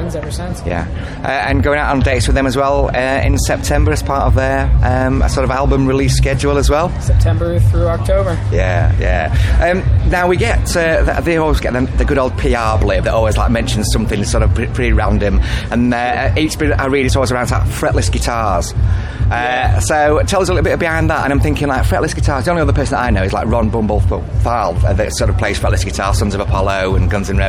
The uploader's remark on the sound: TURS All Talk Leeds Festival. After a stellar set at Leeds Festival 2021.